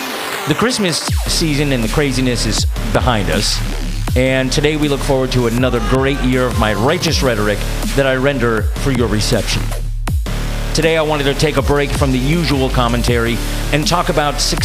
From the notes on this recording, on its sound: on the phone